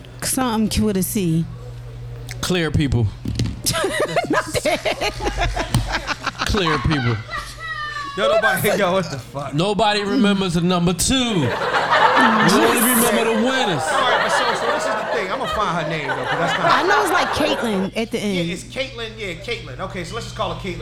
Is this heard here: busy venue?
yes